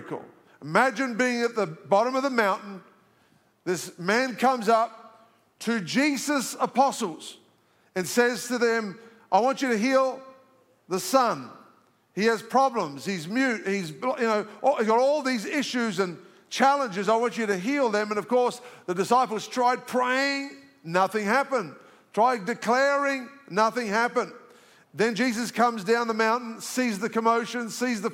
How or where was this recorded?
large echoing room